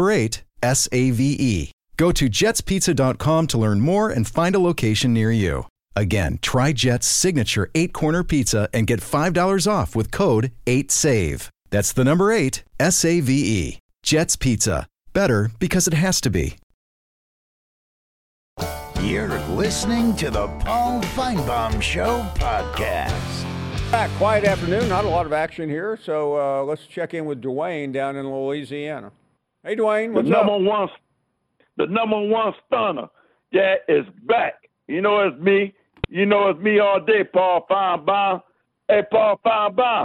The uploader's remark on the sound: more of your phone calls